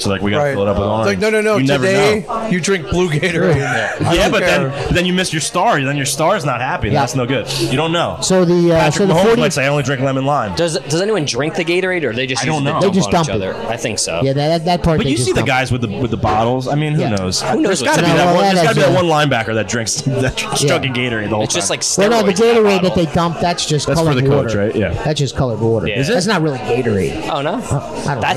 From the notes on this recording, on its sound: LIVE from Johnny Mac's House of Spirits in Asbury Park